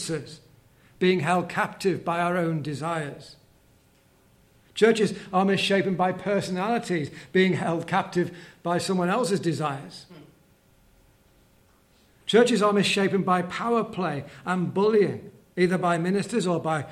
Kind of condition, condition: setting, live audience